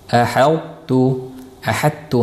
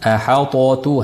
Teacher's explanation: To'ni itboq va isti'lo sifati bilinishi lozim. · Shown in: first take · Term: idg'om noqis